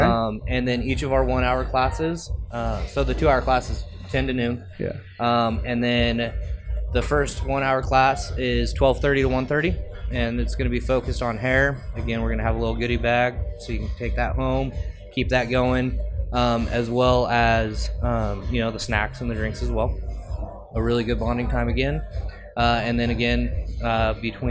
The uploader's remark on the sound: This podcast was recorded at the Rapunzel Salon and Spa in Boise, Idaho live. The event was a 21+ Trunk or Treat where local businesses, and community members came together to have a good time enjoying what Boise has to offer.